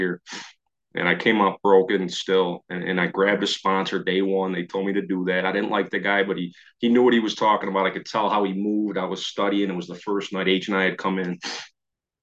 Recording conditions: video call